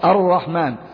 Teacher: الصبور الرحمن، بسم الله الرحمن، لا تقول الرحمن وتعمل نفسك بتاع تجويد يعني وتقول بالنطق الصحيح، لا، هذا النطق الصحيح أنك تدغم اللام في الراء